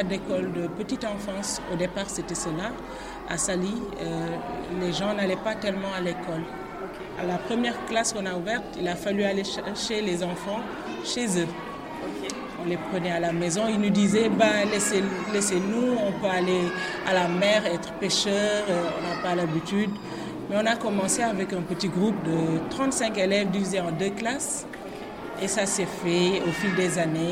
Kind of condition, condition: setting, outdoors